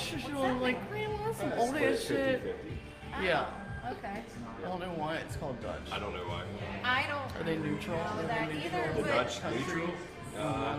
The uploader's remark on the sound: We are LIVE at Pandemonium in Latonia, KY